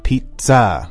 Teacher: 好像里面都有个 T 的音 It's almost like a T-S-T-Z.